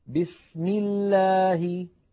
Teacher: أما إذا سبقت بكسرة فإن لفظ الجلالة ترقق لامه